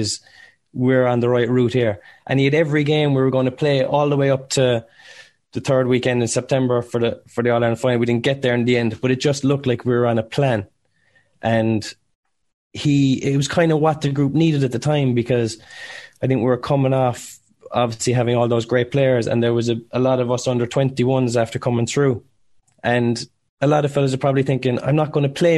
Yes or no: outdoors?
no